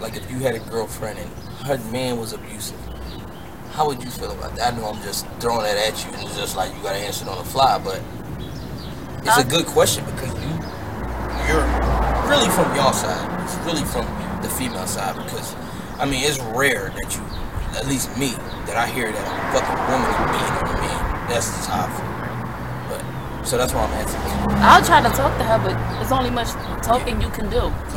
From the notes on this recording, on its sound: We know its gonna be some hard parts of hearing with us being outside and the wind showing itself but you can hear us throughtout so bare with us we wanted to enjoy the weather and shoot outside.